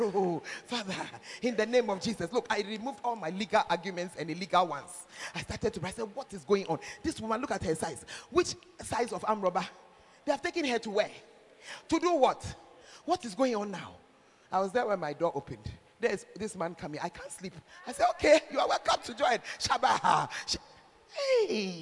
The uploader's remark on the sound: Preached At The 12 Foundations Of The Bacenta Camp